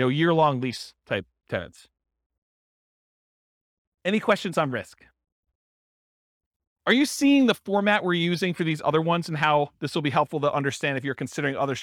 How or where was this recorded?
live audience